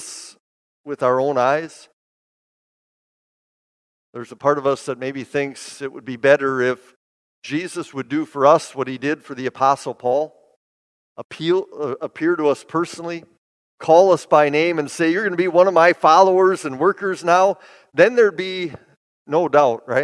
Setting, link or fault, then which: setting, large echoing room